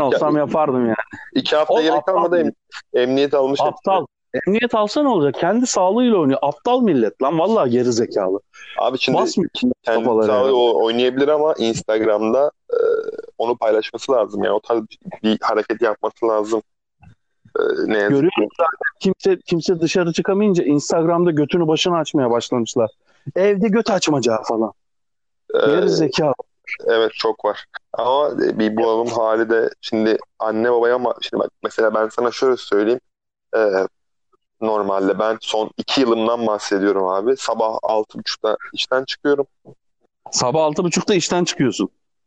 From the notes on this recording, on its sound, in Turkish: Bu podcast telefon üzerinden kaydedilmiştir. Sesler biraz tırt olabilir.